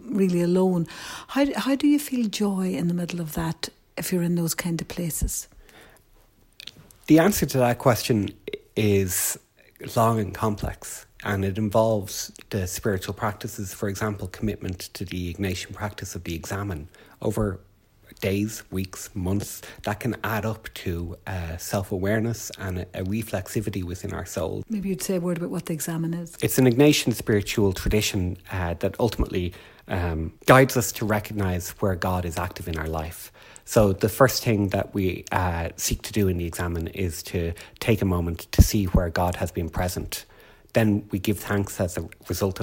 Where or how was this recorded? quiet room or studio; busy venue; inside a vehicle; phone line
quiet room or studio